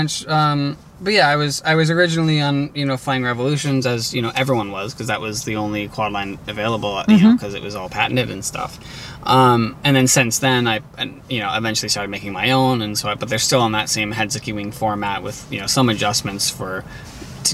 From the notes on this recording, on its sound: While at the Washington State International Kite Festival